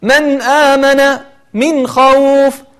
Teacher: حققت النون وحققت الهمزة وأظهرت الخاء من غير تعسف ولا تكلف · Term: حكم الإظهار